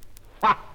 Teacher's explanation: Согласная «ф» путем опускания верхних зубов на нижнюю губу.